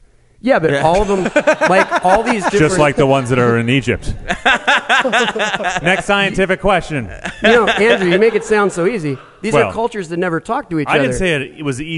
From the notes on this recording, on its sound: A special live taping at the launch party for The Comedy Podcast Network. This epsiode was taped in front of a live, theater audience in Santa Monica, California.